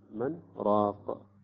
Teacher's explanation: ولكن هنا سكت عندنا يسقط الإدغام